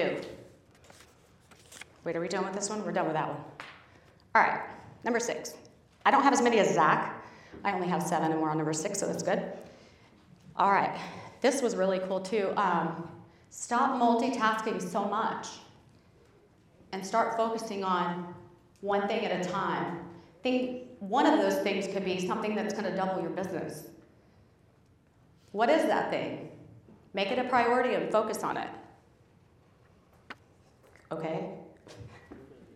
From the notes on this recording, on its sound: This was live at the Do The Most Conference 2022 in Dallas, TX.